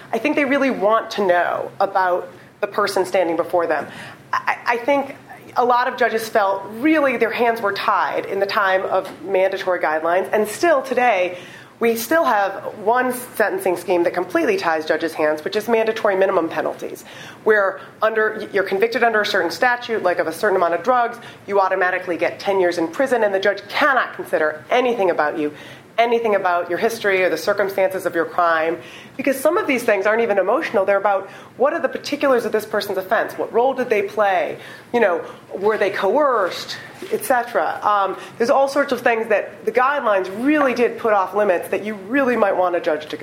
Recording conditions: live audience